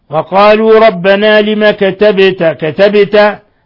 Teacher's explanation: قلقلة الباء لسكونها لأن من حروف قطب جد